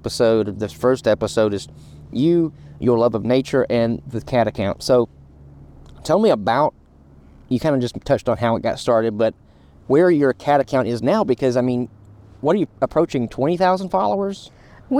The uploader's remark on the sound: Today, we're recording live at the park on a beautiful sunny day